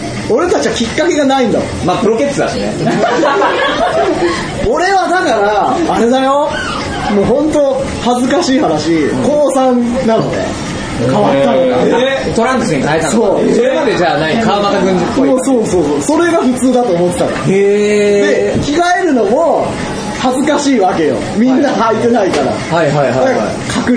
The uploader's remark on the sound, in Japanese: ポッドキャスト1周年を記念して開催された公開録音第2部。